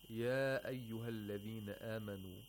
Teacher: يَا has a long vowel, alif, in it. And it's followed by أَيُّهَا، which begins with a hamzatul qatta. So, we have to, again, basically apply a rule of Maddul Munfasil.